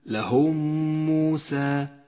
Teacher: المثال التالي على الإدغام الشفوي في قوله تعالى قال لهم موسى، لهم موسى، الميم الساكنة وبعدها ميم متحركة تدغمان فتصيران ميما واحدة مشددة لونت بالأخضر إشارة إلى أنها تحتاج إلى غنة زمنها حركتان، لهم موسى.